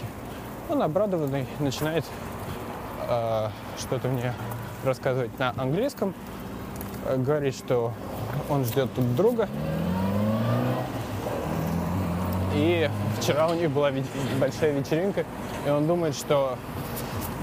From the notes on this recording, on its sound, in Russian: Особенности передвижения на велосипеде по Хельсинки. Настоящие звуки финского города.